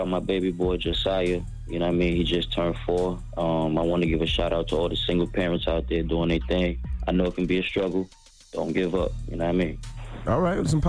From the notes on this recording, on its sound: We opened up the phone lines to see how our male listeners would respond to it.